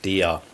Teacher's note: kein phoniertes R, sondern das ist ein sogenanntes vokalisiertes R hinten